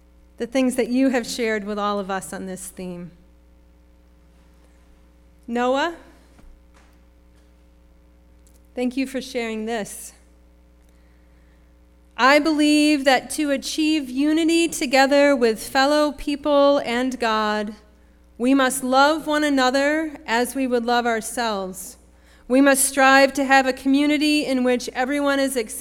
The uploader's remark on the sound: Sermon preached at RCHP on May 21, 2023.